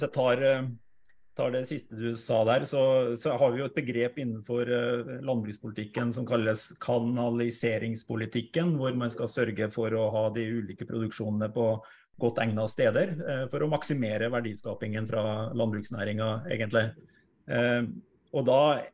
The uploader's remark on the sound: Live Zoom